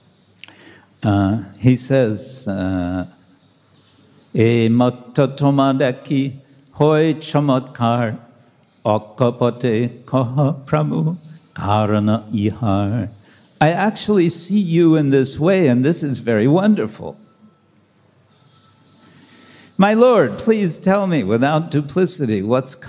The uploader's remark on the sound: Lecture from ISKCON Juhu temple.